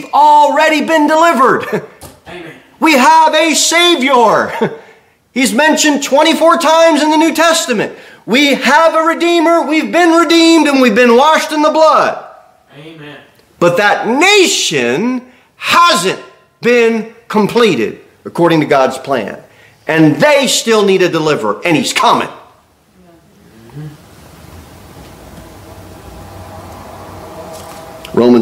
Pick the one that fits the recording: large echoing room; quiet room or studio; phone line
large echoing room